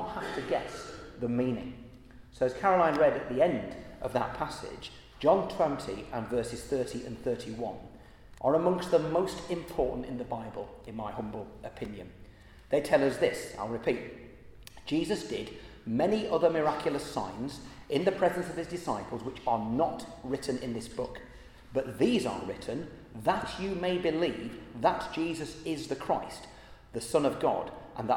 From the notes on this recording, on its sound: at the Christians in Parliament Easter Celebration Service on Tuesday 18th April 2023 in the Chapel of St Mary Undercroft.